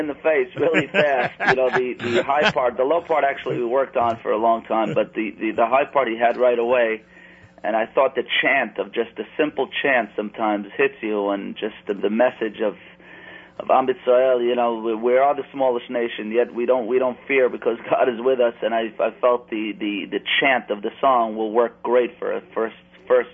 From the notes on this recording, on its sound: live via telephone